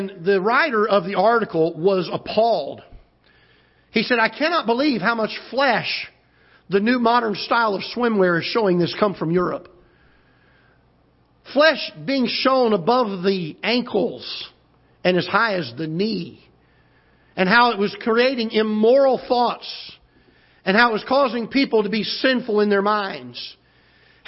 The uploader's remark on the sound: Ketha Heights Baptist Church ~ Live Broadcast.